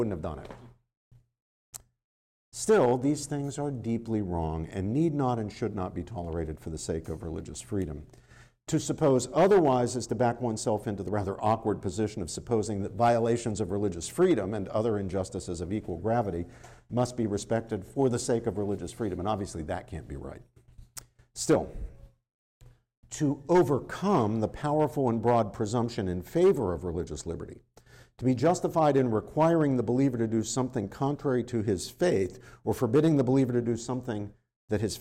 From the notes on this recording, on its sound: This lecture was given on September 28th, 2023, at Georgetown University.